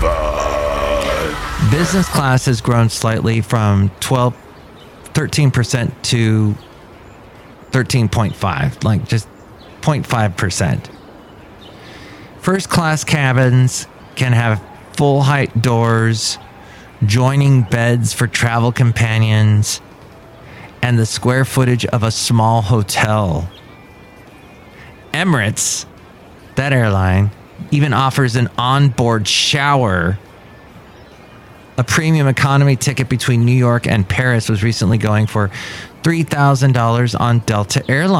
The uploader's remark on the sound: podcasts live from Café Anyway